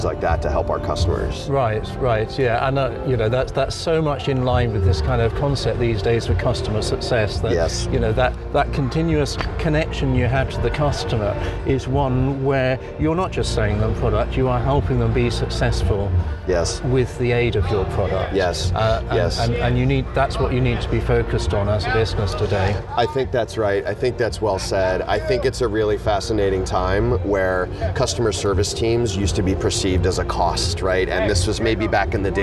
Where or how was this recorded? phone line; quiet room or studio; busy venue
busy venue